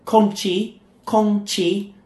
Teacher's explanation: first tone and then fourth, meaning air